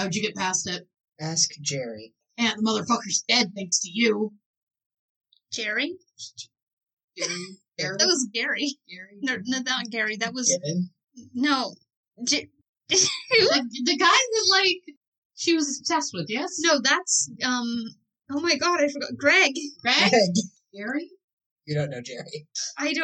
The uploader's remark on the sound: Also the audio is slightly messed up, idk why. A few words get inexplicably dropped.